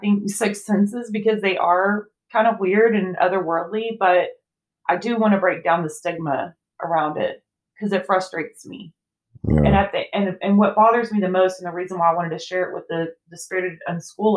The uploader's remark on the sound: I promise my mic will be positioned properly in the future!